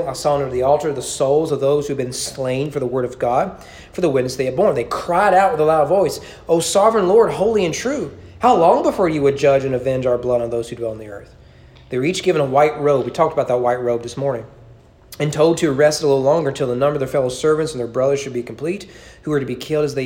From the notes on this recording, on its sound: Sermon preached at East Frankfort Baptist Church on June 27, 2021 during evening worship.